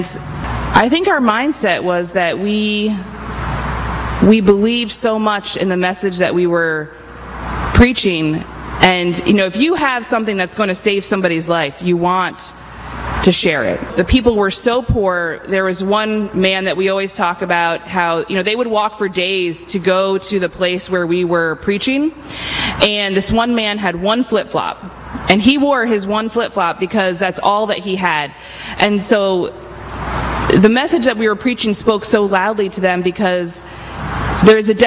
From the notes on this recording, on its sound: Please pardon the quality of this recording. This meeting happened outside in a park in the Albany, NY area.